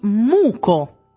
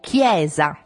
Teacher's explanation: ci sono due suoni velari o gutturali, la C di muco o la CH di chiesa. Quindi una C dura.